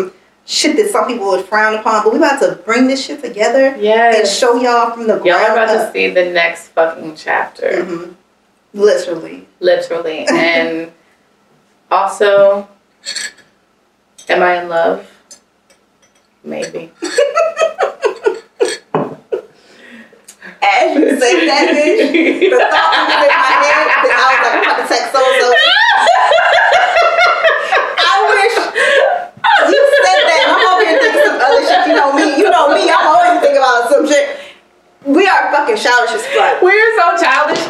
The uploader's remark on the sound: one of these days, the mic will do as it's told.